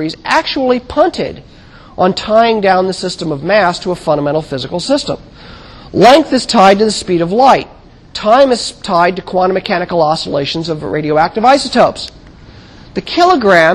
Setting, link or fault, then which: setting, large echoing room